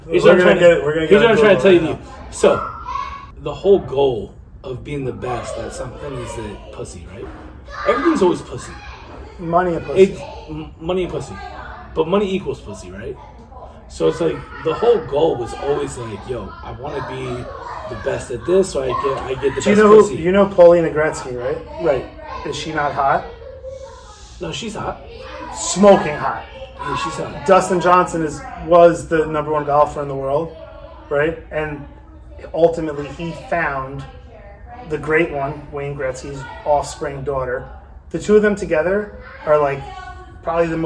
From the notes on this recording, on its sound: Snuck a 'Kast in mid Birthday Party this week. A little more background noise than usual but it's all good.